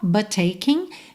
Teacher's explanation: but taking, você junta num T só